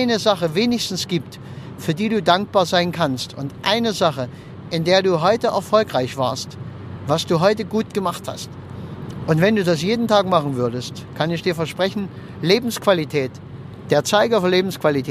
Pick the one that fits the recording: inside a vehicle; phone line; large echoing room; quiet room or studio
inside a vehicle